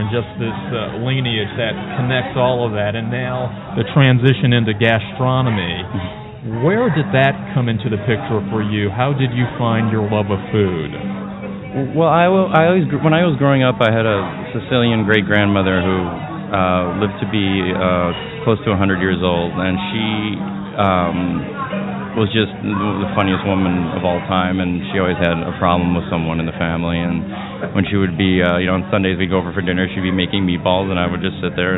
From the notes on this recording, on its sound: World Footprints returns to New Orleans for our signature broadcast from Jackson Square for French Quarter Festival!